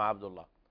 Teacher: في اللام في عبد الله لابد من تغليظ اللام